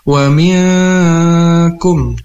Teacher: ini ada nun mati bertemu huruf kaf. Nah, ini hukumnya ikhfa hakiki. Dibaca samar dan berdengung dua harakat.